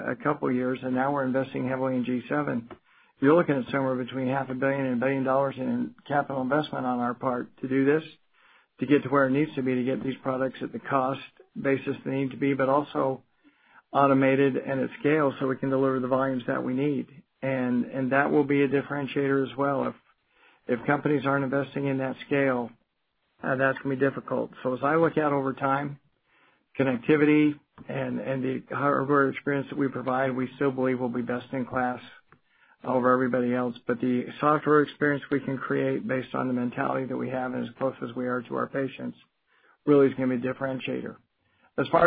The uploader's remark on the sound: Q3 2020 Earnings Conference Call